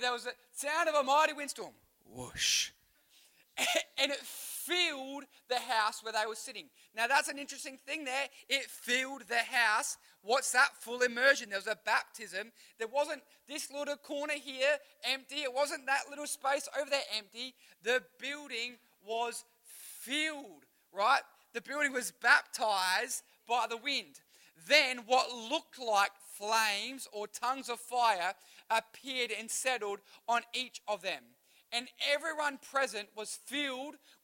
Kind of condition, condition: setting, live audience